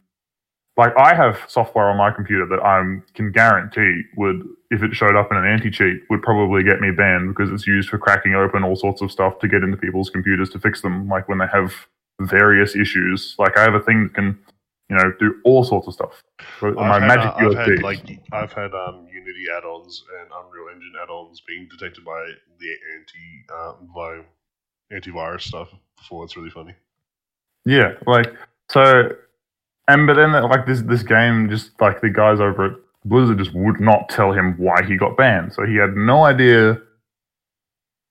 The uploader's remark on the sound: this is a trial for our new format so the audio may not be the best but we are looking into it moving forward